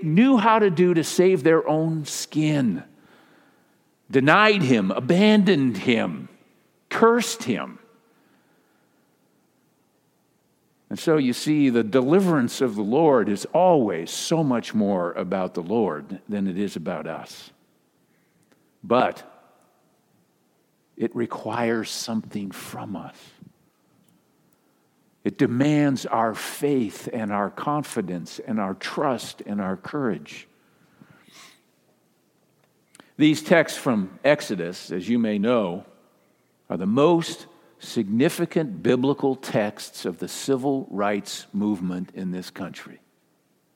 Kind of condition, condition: setting, large echoing room